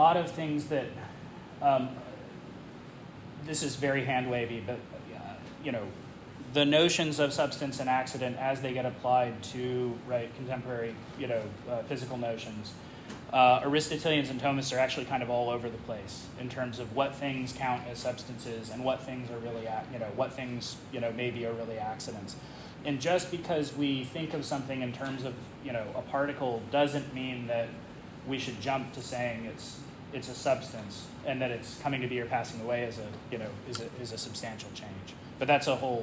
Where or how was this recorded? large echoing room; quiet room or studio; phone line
large echoing room